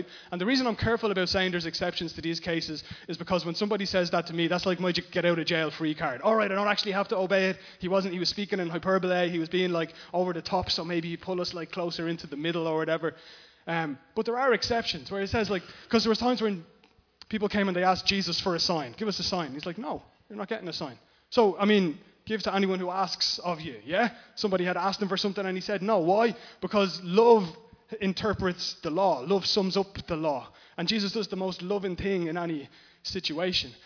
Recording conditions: large echoing room